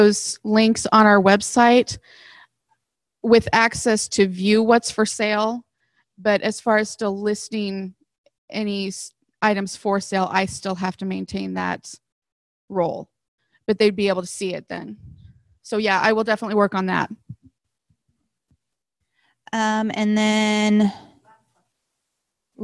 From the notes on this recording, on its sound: This is the Zoom recording for the PED Talks meeting